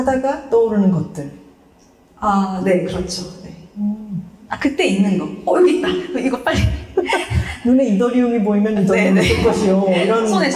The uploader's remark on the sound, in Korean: 특집 공개방송 2부